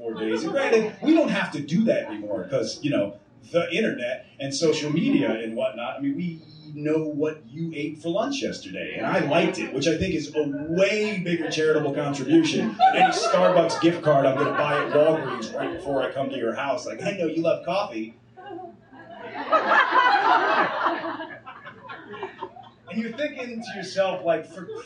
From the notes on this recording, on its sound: live recording of the Xmas essay at The Hideout